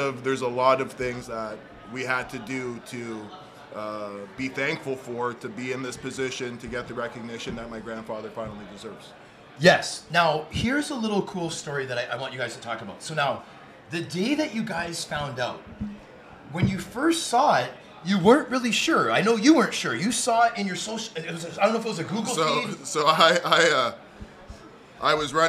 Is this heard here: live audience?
yes